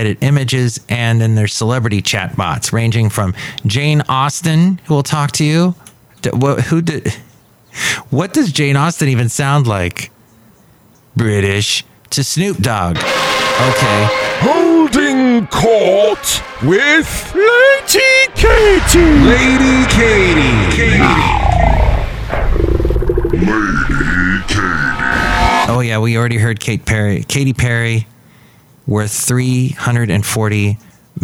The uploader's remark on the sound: podcasts live from Café Anyway